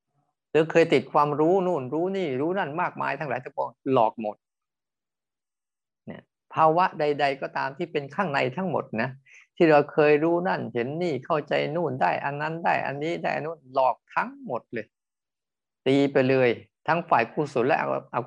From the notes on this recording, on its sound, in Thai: คอร์สออนไลน์ (ผ่านโปรแกรม Zoom)